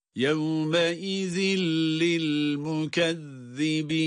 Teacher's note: Unutmayalım ki zal harfleri de peltek.